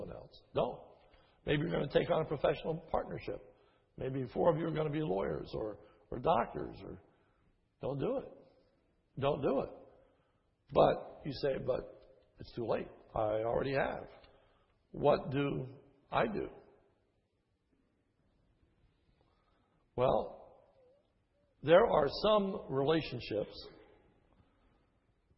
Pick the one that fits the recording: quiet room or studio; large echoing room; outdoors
large echoing room